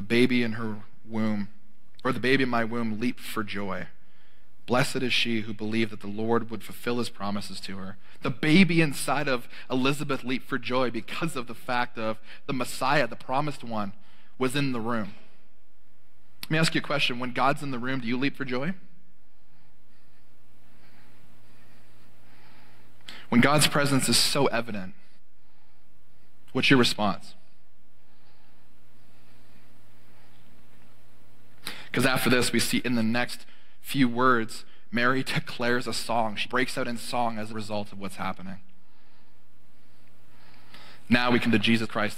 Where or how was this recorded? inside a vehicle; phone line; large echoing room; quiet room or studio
large echoing room